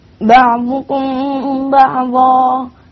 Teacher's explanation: الميم مع الباء إخفاء شفوي مقدار حركتين زد قليلا.